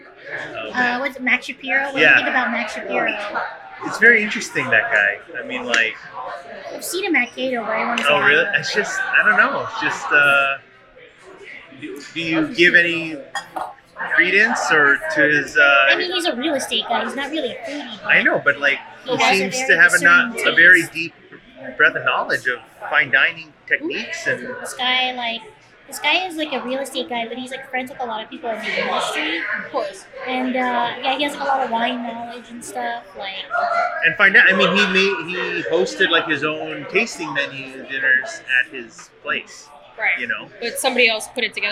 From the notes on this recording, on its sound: On Location: Bistro Na's.